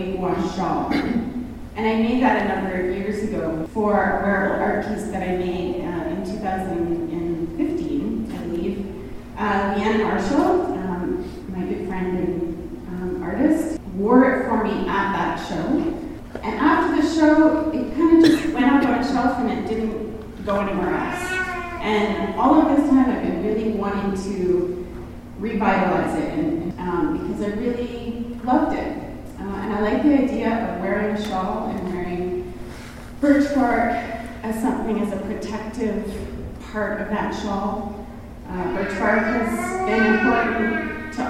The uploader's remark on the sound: A recording from the Converging Lines opening gala at the Thunder Bay Art Gallery.